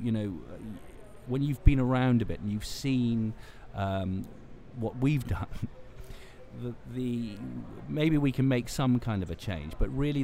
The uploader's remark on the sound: Live from #SageSummit on day 2. AS WE BROADCAST LIVE FROM THE SAGE SUMMIT 2015 IN NEW ORLEANS, LOUISIANA.